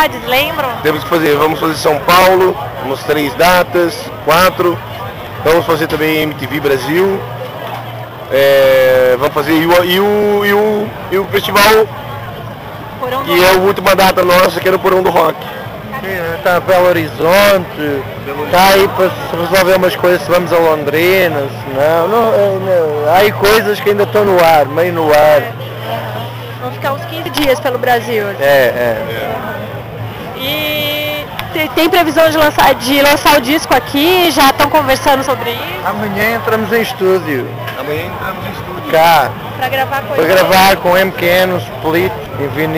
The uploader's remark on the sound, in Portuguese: em sua passagem pelo Festival Bananada, de Goiânia